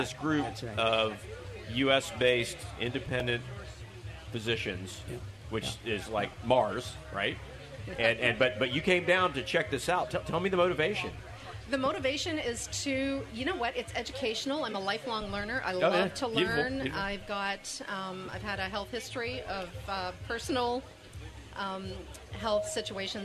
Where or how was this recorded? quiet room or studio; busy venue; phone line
busy venue